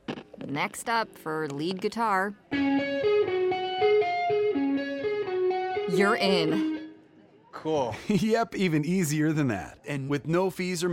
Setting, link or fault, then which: setting, busy venue